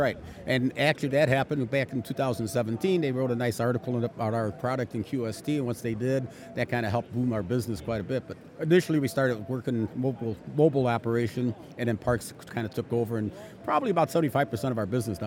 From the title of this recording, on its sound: Huntsville Hamfest Live